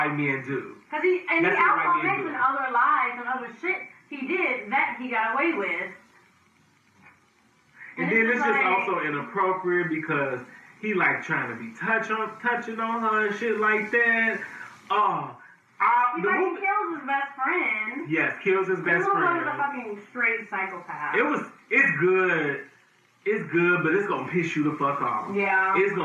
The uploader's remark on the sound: AUDIO MAY SOUND DIFFERENT ON THIS EPISODE.